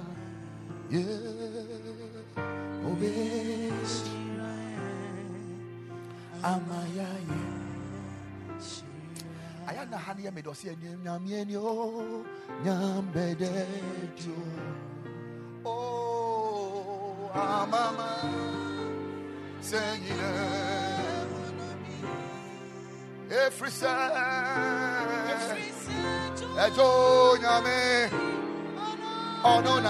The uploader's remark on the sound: Preached at the Ekklesia Campus